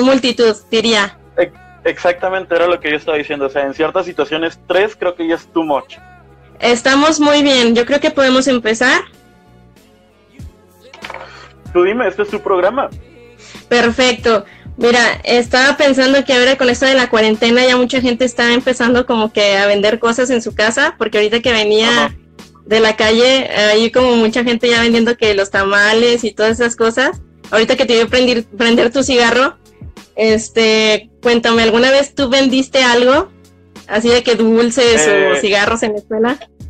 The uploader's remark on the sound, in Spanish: El audio no es el mejor.